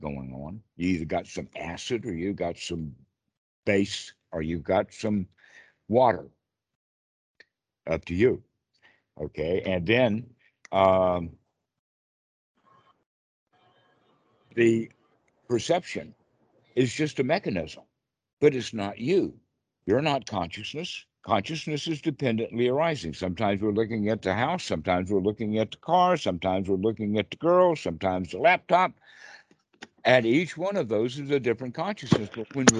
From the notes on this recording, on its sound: skype calls on this channel